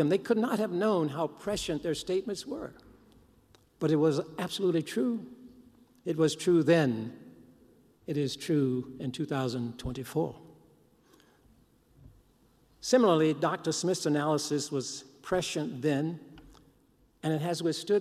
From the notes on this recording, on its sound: Live from the Overture Center for the Arts in the Capitol Theater and presented by the Madison/Dane County King Coalition. WORT carried the observance live on the air.